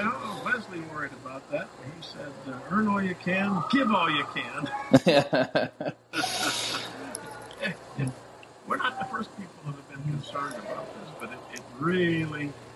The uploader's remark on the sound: Given the non-ideal environment, we apologize for the condition of the audio